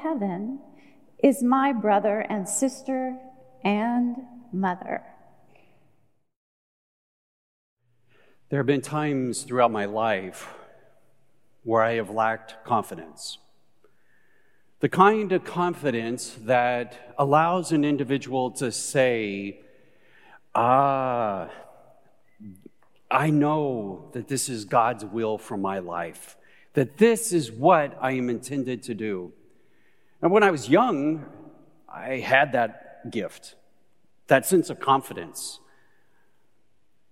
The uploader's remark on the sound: Recorded live at Beatitudes Church in Phoenix, AZ